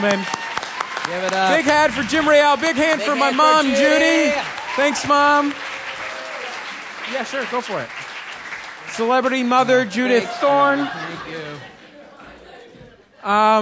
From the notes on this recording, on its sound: Recorded Live with the Monsters of Podcasting at SF Sketchfest.